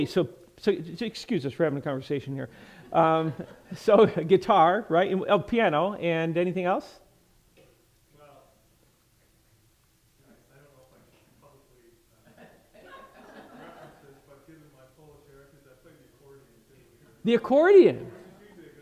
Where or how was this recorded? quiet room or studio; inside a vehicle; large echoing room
large echoing room